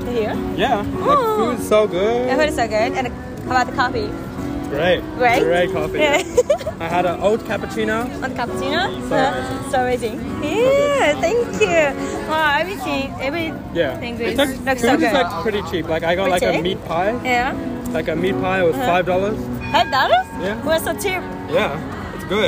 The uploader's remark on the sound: Interviews on the street. 今回は初めて路上インタビューというものをしてみて感想と、実際のインタビューも収録してみたので是非聞いてみてね！